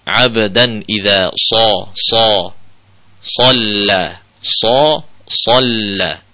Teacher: huruf shad itu adalah huruf yang tafkhim, tebal, dan juga punya sifat itbaq